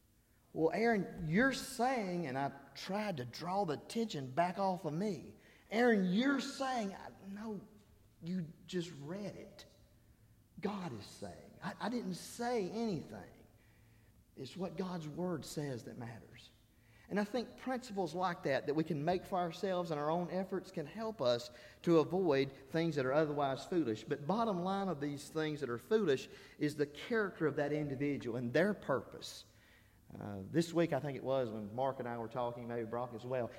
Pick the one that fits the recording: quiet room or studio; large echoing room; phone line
large echoing room